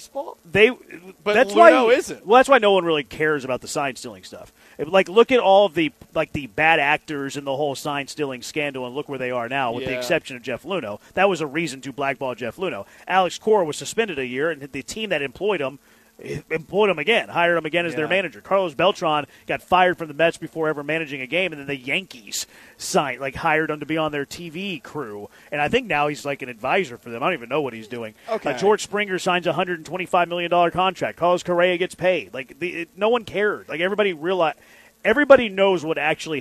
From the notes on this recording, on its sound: LIVE from the Circa Resort and Casino in Las Vegas!